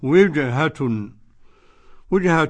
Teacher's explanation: القلقلة وتعطيش الجيم لابد منهما، التعطيش لابد، والجيم غير المعطشة فهي جيم غير قرآنية.